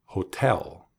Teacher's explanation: hotel, with the emphasis on the second syllable, hotel. Uso las cuerdas vocales para decir esa última sílaba, ¿cierto?